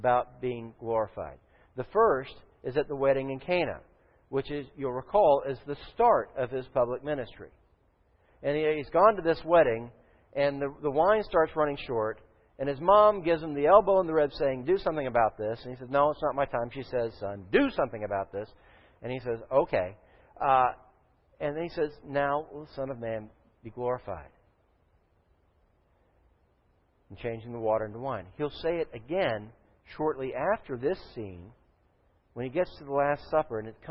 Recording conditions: large echoing room